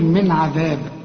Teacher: شوف تنجيكم من النون هنا ساكنة، وبعدها حرف من حروف الإظهار، هنا ما تغنش، العين من حروف الإظهار هنا ما تغنش